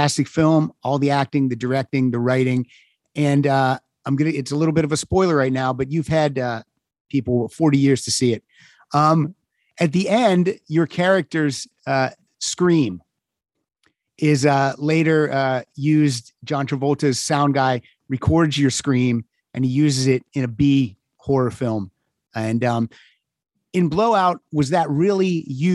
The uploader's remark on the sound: to the Zoom Room